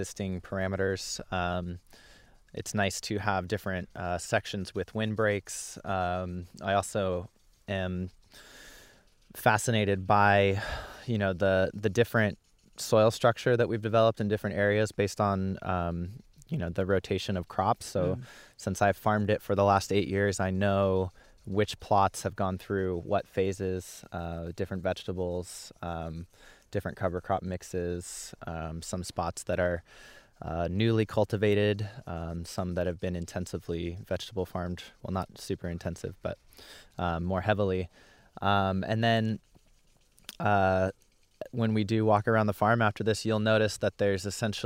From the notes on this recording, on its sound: In this behind-the-scenes (BTS) episode recorded in the summer of 2019. At his hemp farm in Southern Oregon.